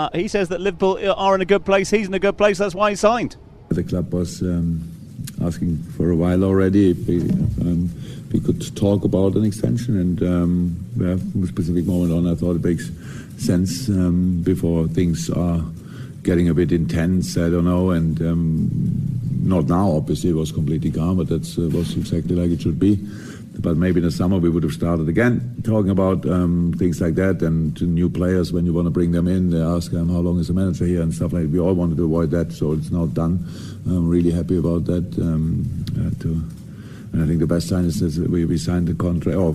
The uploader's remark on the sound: From the rooftop garden of Barasti